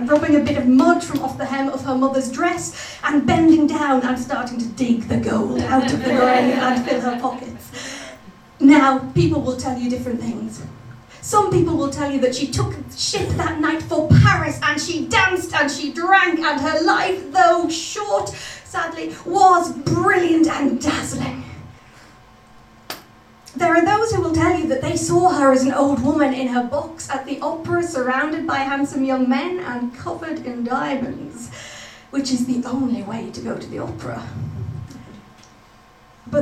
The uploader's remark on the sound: extracts from the live Stand Up Tragedy that happened at The Leicester Square Theatre on Monday 4th June 2012